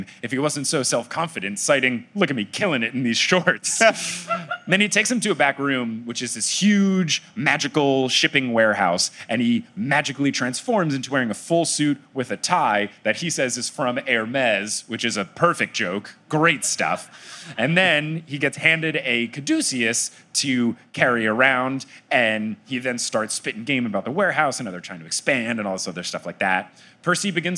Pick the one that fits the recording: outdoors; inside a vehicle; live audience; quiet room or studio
live audience